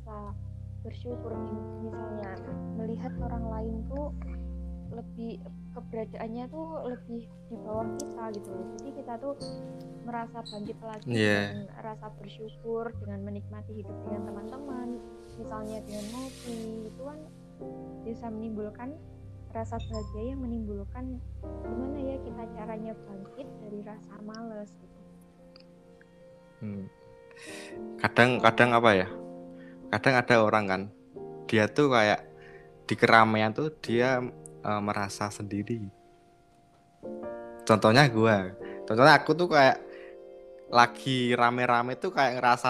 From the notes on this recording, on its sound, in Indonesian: Maaf bgt suara nya ga se frekuensi(pelan dan kenceng) karena kita recordnya ga setempat( record online)